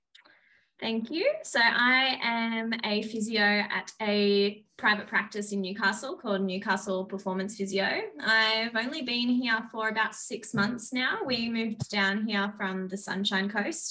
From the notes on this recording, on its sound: First ever Zoom collab.